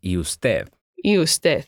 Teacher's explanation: So try to emphasize the last syllable, ¿y usted?